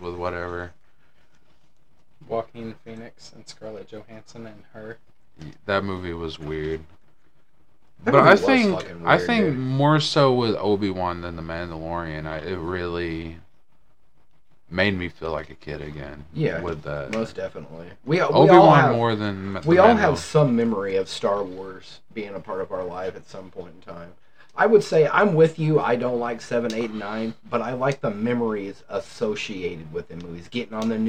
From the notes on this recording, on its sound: We had some technical issues and found out our microphone doesn't like iPhone.